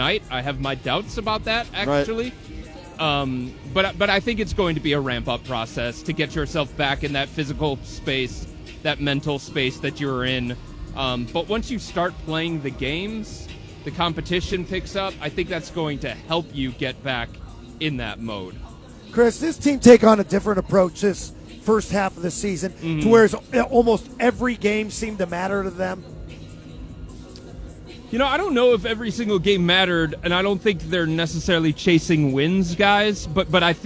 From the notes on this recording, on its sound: live from Rocket Mortgage Fieldhouse